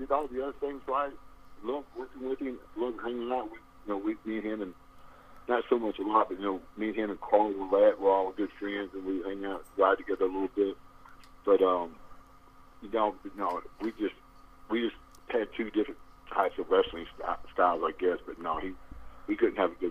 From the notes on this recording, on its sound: over the phone